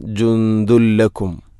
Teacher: തൻവീനിനെ ലാമിലേക്ക് കൂട്ടിലയിപ്പിക്കണം. അപ്പോൾ ആ നൂനിൻ്റെ ശബ്ദം കേൾക്കൂല, ജുന്ദുൻ എന്ന ശബ്ദമില്ല. · Term: ഇദ്ഗാം ബിലാഗുന്ന